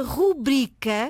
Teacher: Não tem qualquer acento no U e a tónica está na sílaba bri · Term: acento tónico